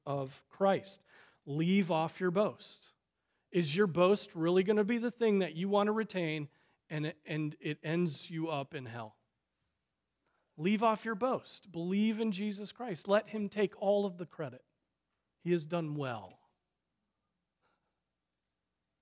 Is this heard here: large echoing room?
yes